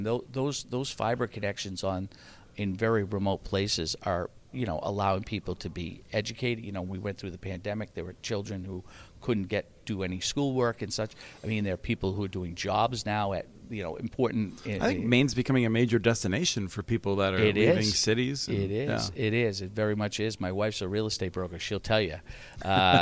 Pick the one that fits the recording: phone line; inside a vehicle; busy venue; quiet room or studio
busy venue